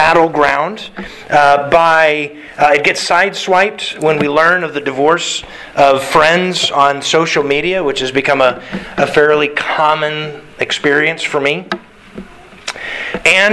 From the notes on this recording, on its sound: Sermon delivered to the Galena Bible Church